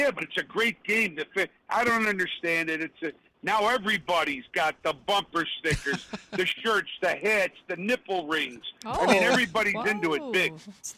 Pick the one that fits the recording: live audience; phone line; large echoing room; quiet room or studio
phone line